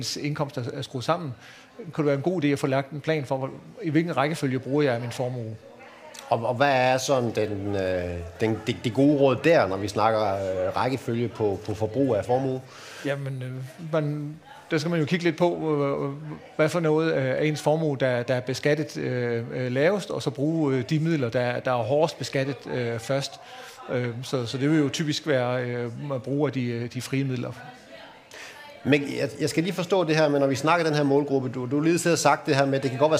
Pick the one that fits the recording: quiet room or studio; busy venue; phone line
busy venue